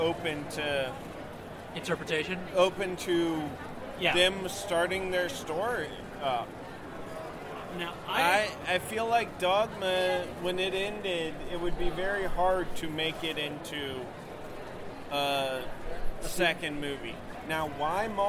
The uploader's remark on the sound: we're live at AwesomeCon 2016 talking to the crowds.